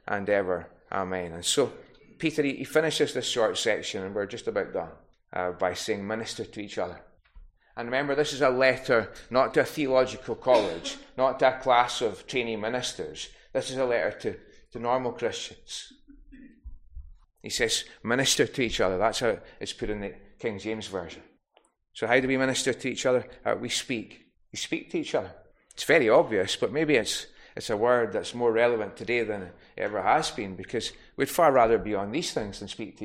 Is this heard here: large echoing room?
yes